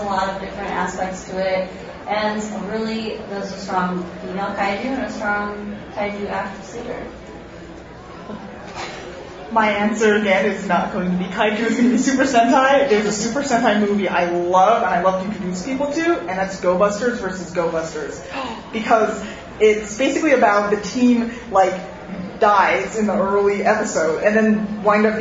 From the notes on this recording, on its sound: Live from Gfest 2018